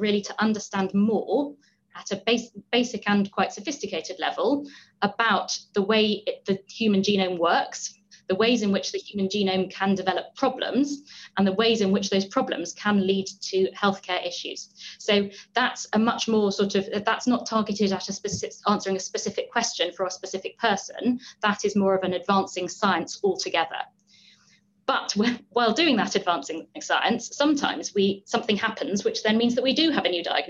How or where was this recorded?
video call